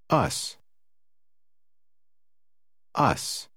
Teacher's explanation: Das S am Ende ist stimmlos und klingt wie S.